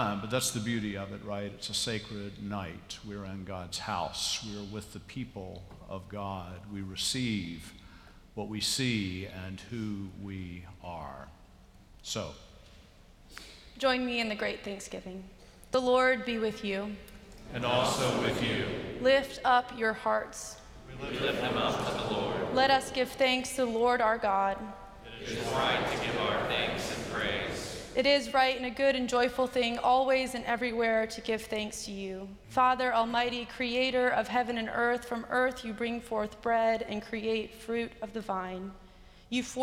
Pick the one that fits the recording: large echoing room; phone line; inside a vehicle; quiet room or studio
large echoing room